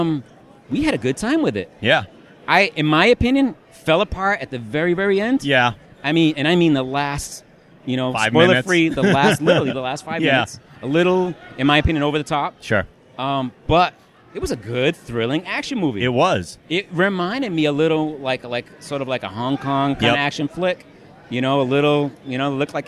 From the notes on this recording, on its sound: Interviews from Boston Comic Con 2013